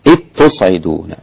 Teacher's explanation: أدغم الذال في التاء